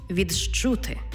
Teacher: «Ди» і «чи». Коли вони стоять поруч, утворюється звук «джи-чи».